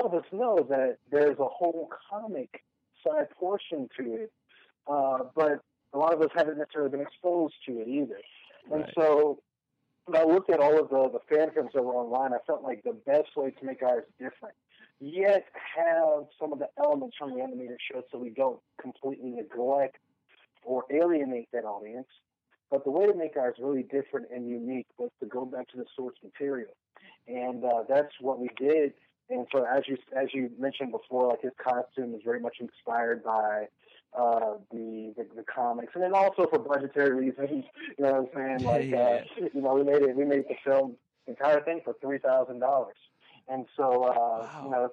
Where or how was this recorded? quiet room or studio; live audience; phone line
phone line